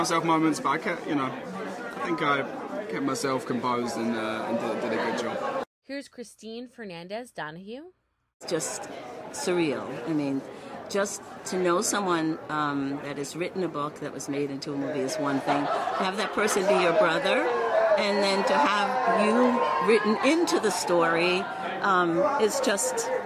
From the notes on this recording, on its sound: At the Toronto International Film Festival, we spoke to the cast. At its premiere event.